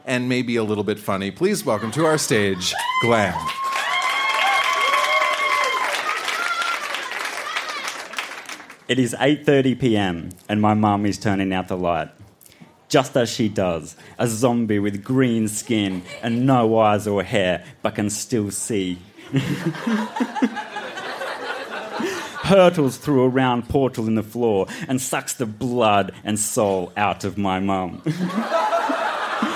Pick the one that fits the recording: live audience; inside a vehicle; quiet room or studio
live audience